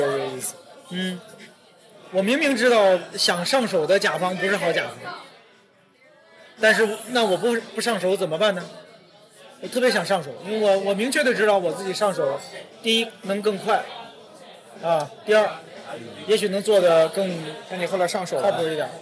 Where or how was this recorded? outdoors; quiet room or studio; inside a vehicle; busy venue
busy venue